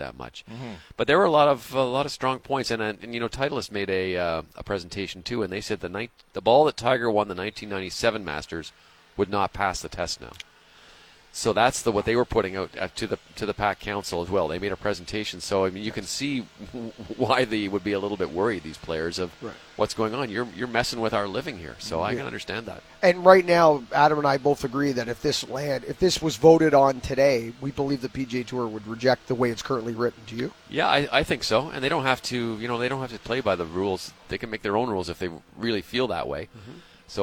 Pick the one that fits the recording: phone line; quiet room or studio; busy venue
busy venue